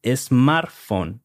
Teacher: when we pronounce smartphone in Spanish, and this happens with most of the words that start with an S in English, we tend to add an E, una E. So you will hear people saying smartphone, not smartphone, smartphone.